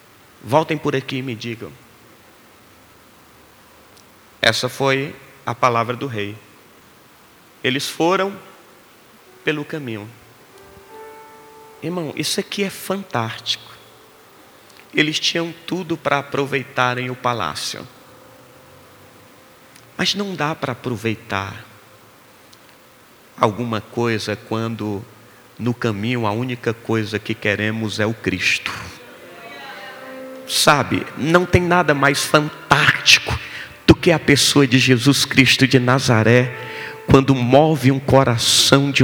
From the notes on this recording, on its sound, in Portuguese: Gravado dia 20/12 no Ministério Quero Viver em Fortaleza